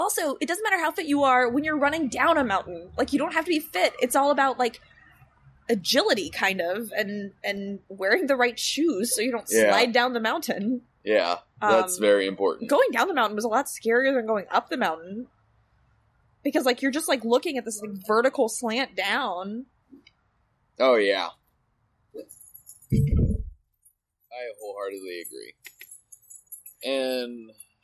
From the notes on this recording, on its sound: This episode was recorded LIVE from my backyard.